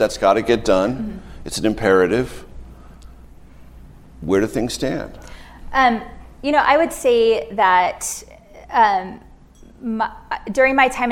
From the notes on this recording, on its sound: This conversation was recorded on May 5, 2023 at the McCain Institute's 10th Annual Sedona Forum in Sedona, Arizona.